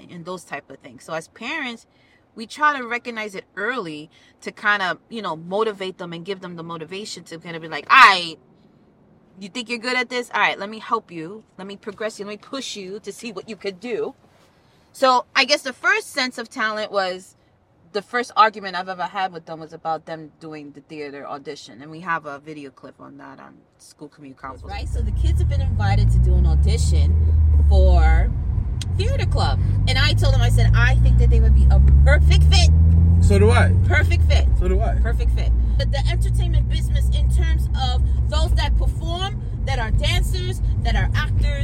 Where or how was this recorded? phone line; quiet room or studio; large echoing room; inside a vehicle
inside a vehicle